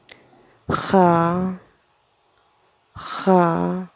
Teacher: the sound does come back from the throat, the back of the throat, as if you are trying to gargle water.